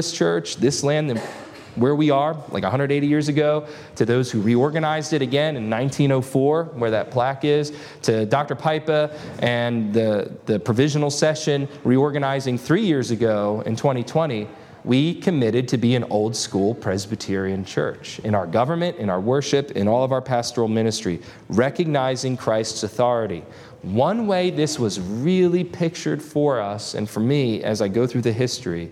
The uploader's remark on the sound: This lesson was delivered on August 20, 2023 at Antioch Presbyterian Church. At Antioch Presbyterian Church, a mission work of Calvary Presbytery of the Presbyterian Church in America located in Woodruff, South Carolina.